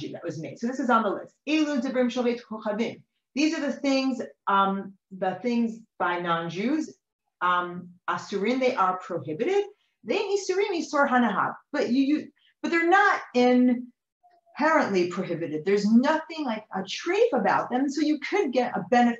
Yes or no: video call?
yes